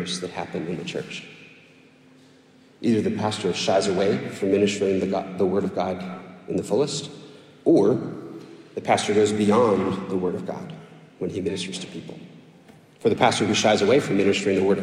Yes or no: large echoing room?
yes